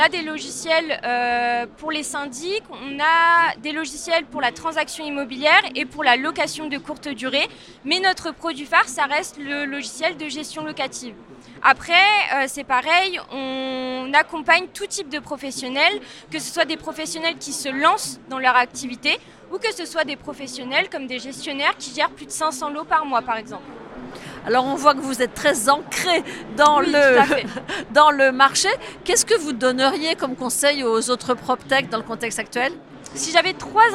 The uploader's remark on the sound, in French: Cet épisode a été enregistré en live du RENT.